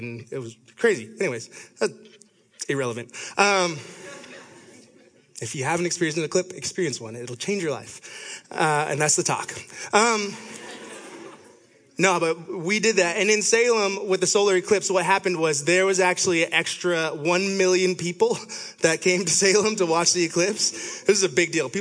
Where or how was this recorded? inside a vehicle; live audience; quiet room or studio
live audience